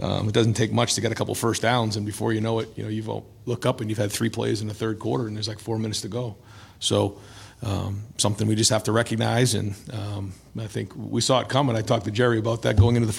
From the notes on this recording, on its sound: The Land-Grant Podcast Network will be bringing you uncut audio primarily from Ohio State press conferences, but also from individual interview sessions.